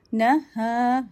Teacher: Ha will be bottom of the throat and lighter and two haraka long